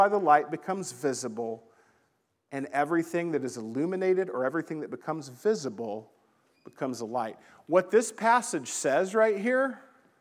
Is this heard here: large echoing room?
yes